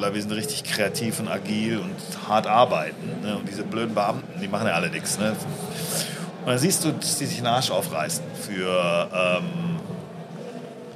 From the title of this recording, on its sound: Live at IEM